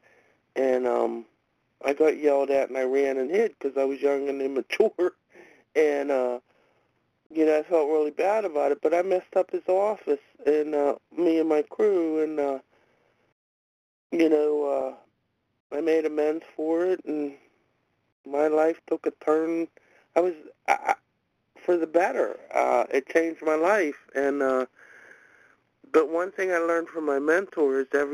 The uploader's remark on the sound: from the 100 Pounders Phone Meeting, 1/5/23